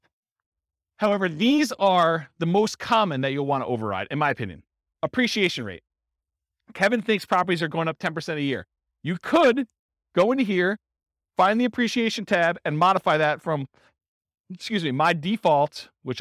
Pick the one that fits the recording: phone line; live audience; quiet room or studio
live audience